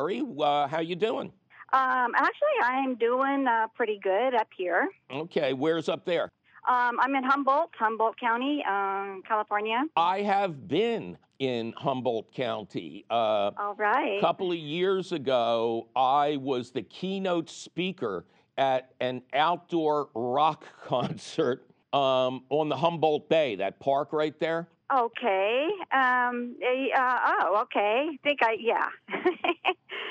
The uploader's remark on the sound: your fabulous phone calls!